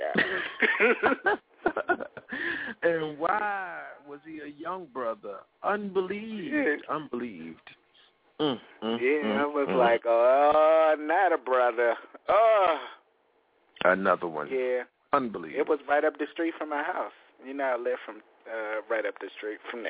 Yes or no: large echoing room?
no